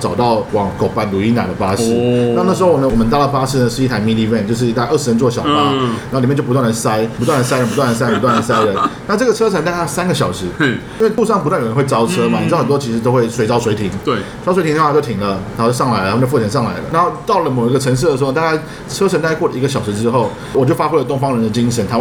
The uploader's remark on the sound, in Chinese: 本集白噪音指數：蚊風級 1/5。錄音地點： ABV Bar & Kitchen 台北日式居酒館。